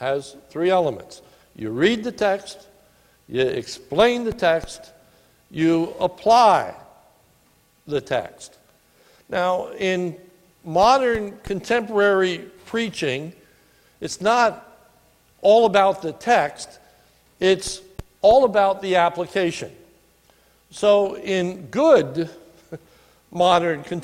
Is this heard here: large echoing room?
yes